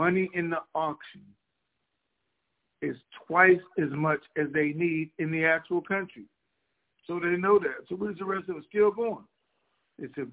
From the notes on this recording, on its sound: TNTSuperfantastic Conference Call - Friday, December 23, 2022